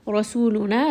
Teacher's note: رَا in this case is heavy because there is a fatha on top